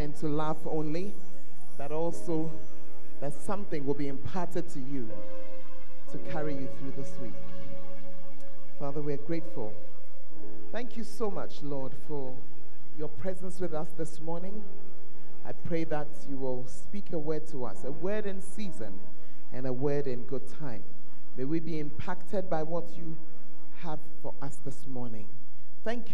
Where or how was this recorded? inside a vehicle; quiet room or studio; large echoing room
large echoing room